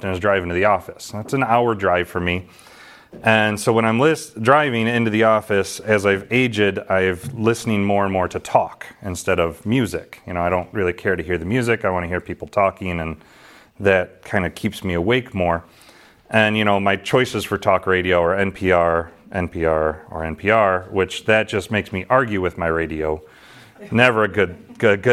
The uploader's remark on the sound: This sermon was delivered to the saints at Calvary Gospel in Ashton, MI on November 13, 2022.